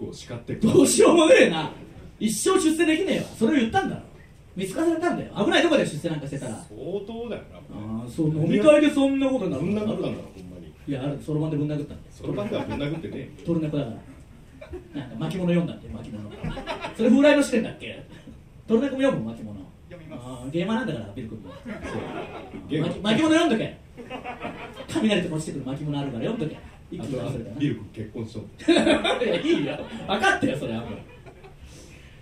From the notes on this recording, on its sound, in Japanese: 新宿ロフトプラスワンでの公開収録の様子。